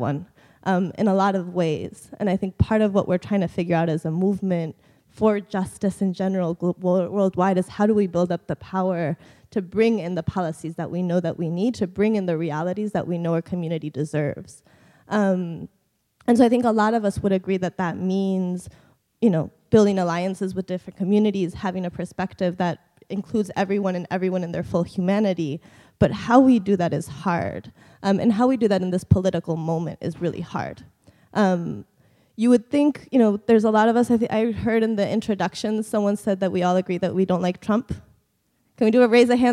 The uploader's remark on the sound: Plenary at DWN's 2016 conference.